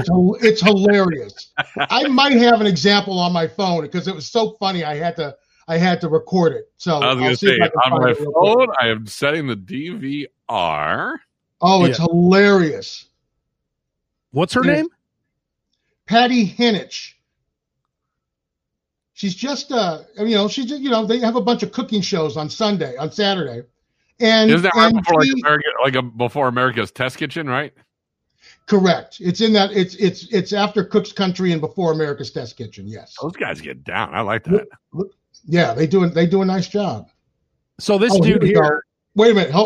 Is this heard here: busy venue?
no